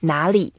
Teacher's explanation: we put two third tones together, you can see the first third tone is softened a little bit.